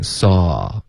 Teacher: 因为 saw 这是一个倒 c 的这个元音 saw,然后这是一个单元音，它不是双元音，是单元音